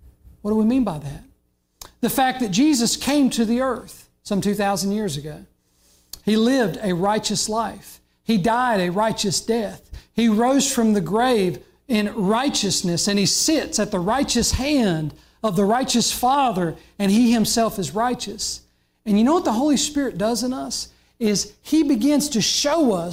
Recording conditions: large echoing room